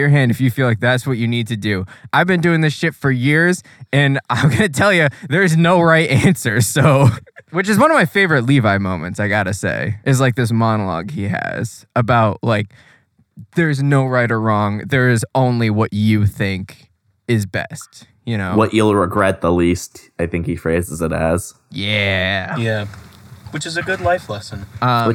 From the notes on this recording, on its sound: 2012 Chevrolet Volt. Please don’t ever record a podcast in your car.